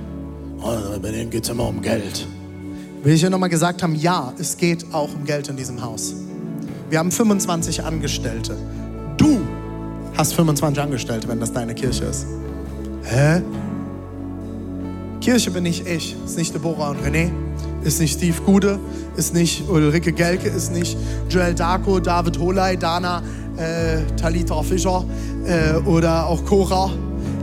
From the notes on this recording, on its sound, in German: Audiomitschnitt der Predigt